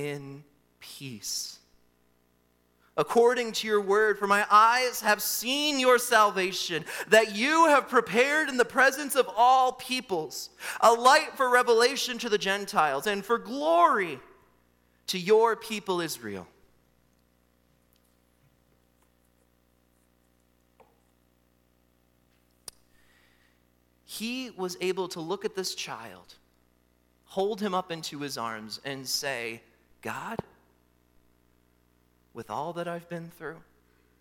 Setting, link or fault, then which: setting, large echoing room